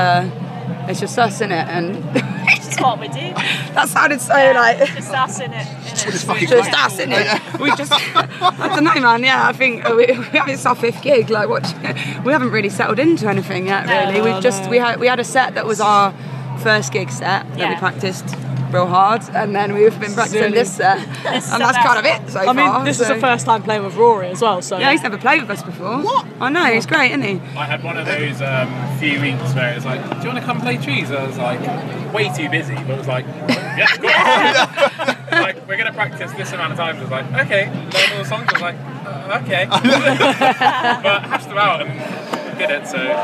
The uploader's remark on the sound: Live from 2000 Trees 2023